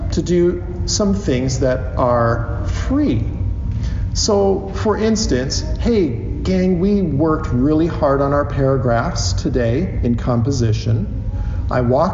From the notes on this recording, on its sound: From his talk at the 2023 SCL Conference in Dallas, TX